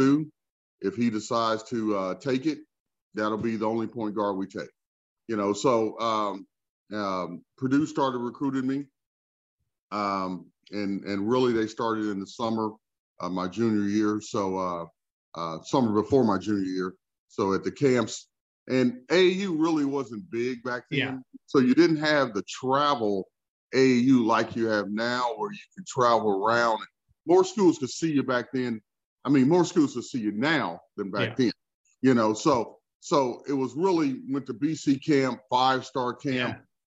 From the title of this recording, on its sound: Birthday Zoom